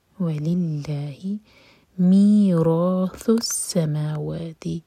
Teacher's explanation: ثا کے لیے ہماری زبان اوپر والے دانتوں کو ٹچ کرنی چاہیے اور تھوڑی سی ٹپ باہر کریں